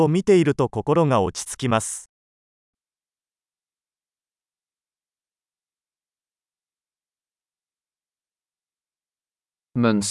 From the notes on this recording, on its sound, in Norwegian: Lyden av den ravende bekken er terapeutisk.